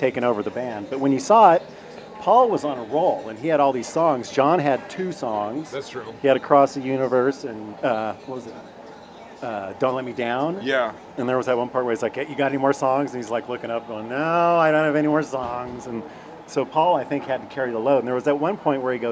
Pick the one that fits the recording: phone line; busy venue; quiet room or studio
busy venue